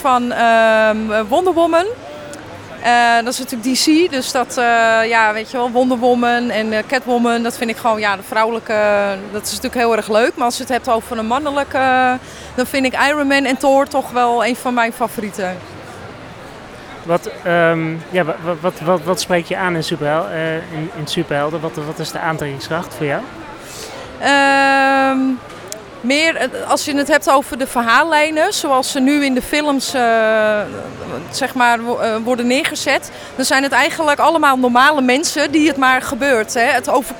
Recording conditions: busy venue